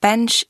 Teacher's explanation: Le son de bench est une voyelle brève mi-ouverte qui ressemble un peu au e français.